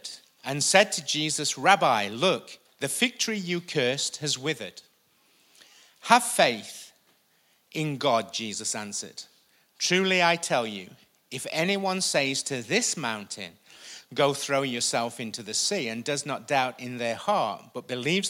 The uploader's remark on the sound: Recorded live at the Chesterfield Campus this is the message from the morning service on the 26th May 19.